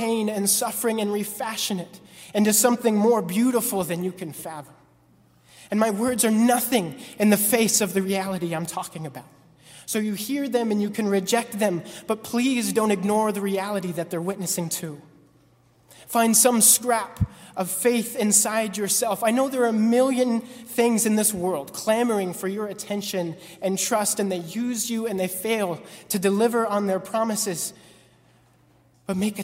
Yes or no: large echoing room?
yes